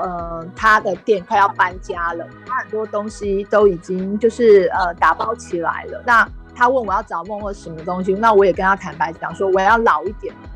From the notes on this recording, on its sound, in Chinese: 本集採線上錄製